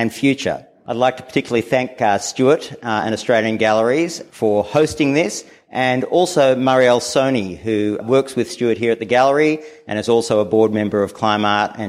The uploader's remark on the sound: This episode our two hosts will be heard only briefly, before we dive into a live conversation from the beautiful Australian Galleries in Fitzroy, Melbourne.